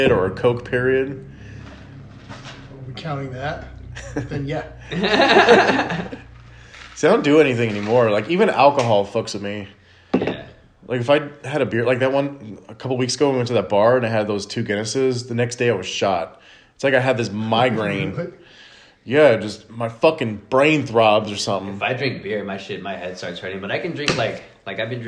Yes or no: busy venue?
no